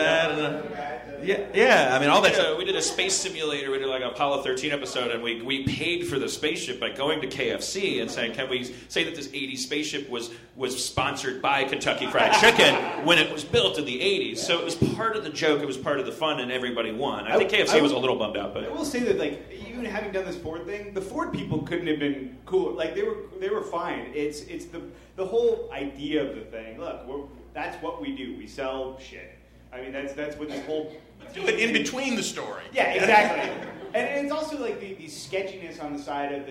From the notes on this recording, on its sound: Structure of a Sitcom and Rise of the Anti-Sitcom panel from ATX Television Festival.